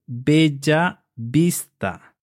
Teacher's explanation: The double L is pronounced ya. So we would say Bella Vista.